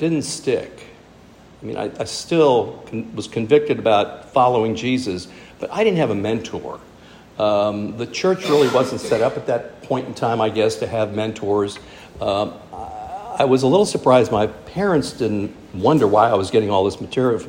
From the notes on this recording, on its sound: speaking at our monthly "King's Men", Men's Ministry event